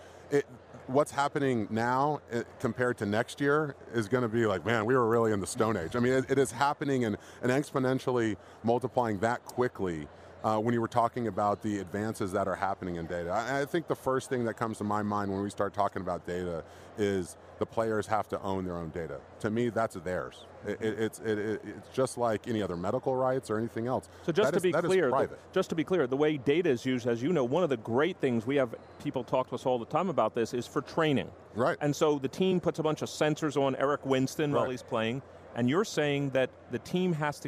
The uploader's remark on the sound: Live from Radio Row at Super Bowl LIII.